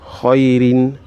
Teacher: So you pronounce it like that, and then khairin. The ra'un there, you pronounce it thinly, not fatly. · Term: tarqiq